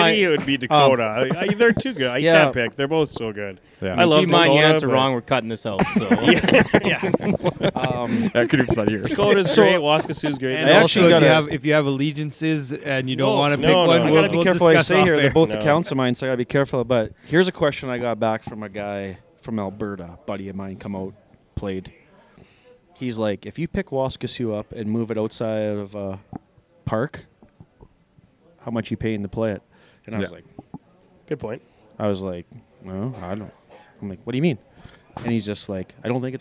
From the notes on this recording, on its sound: we are live from the First Tee Indoor Golf Centre in Regina